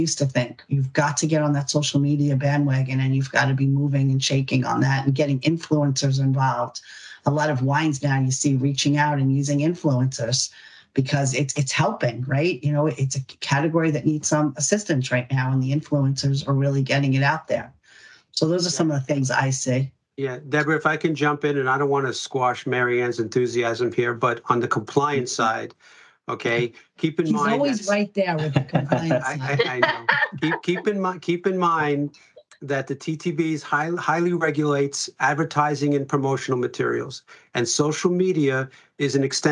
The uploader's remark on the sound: annual webinar discussion